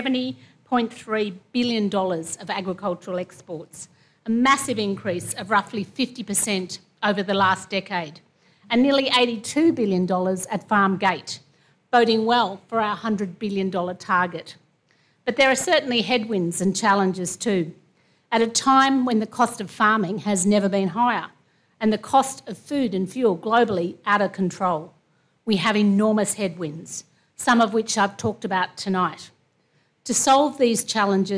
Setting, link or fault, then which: setting, live audience